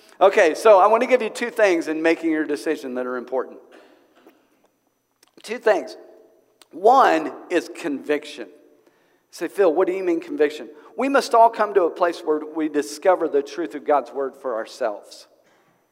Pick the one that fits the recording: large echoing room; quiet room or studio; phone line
large echoing room